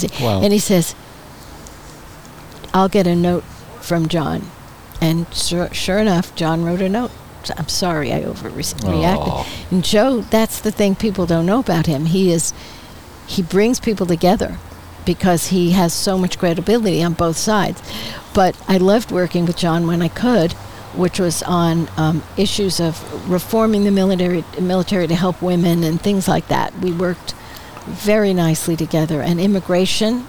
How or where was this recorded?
outdoors